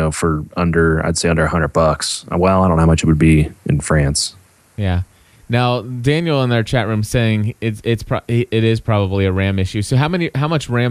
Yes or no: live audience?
no